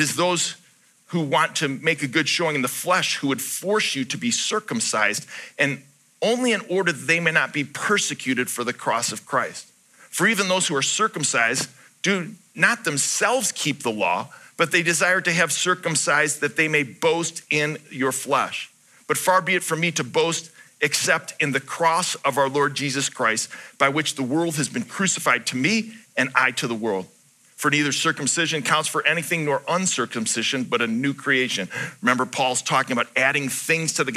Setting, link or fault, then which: setting, large echoing room